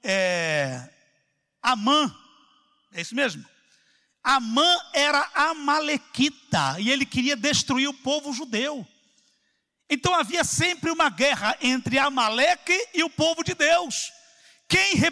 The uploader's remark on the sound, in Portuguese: CULTO AO VIVO